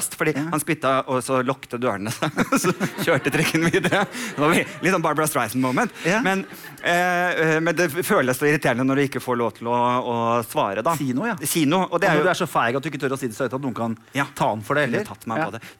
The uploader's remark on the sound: Live fra Oslo Podfest